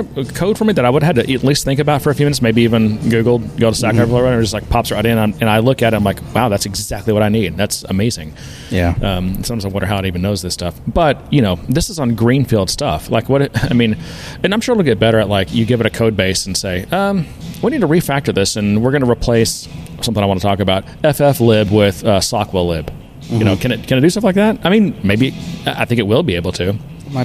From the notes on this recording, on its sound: we get out of the office and record from our local watering hole, Thirsty Growler